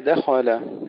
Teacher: ترقيق الدال وتفخيم الخاء